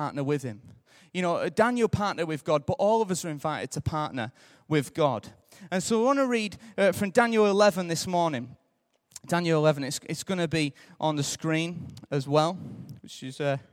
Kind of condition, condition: setting, large echoing room